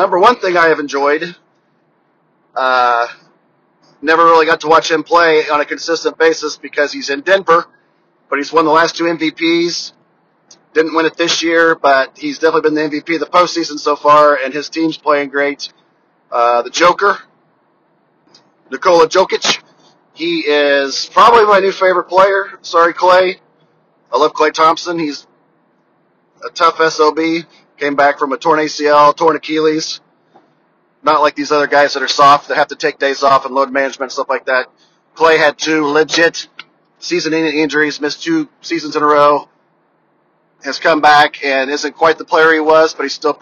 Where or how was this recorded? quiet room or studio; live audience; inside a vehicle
inside a vehicle